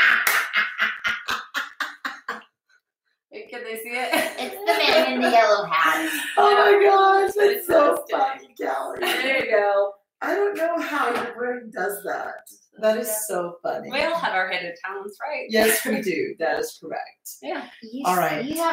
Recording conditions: poor sound quality